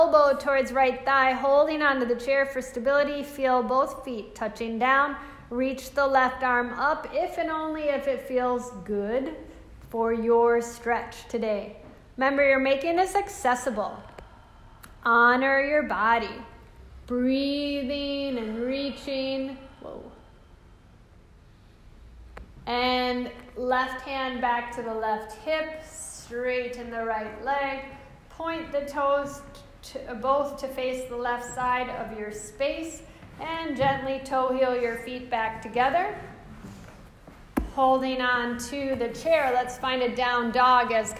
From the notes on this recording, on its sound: This is a live excerpt. Enrichment lecture for a group of professionals.